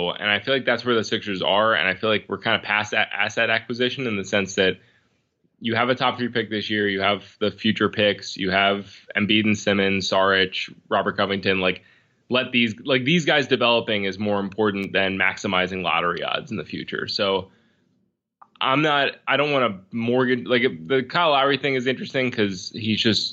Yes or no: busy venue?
no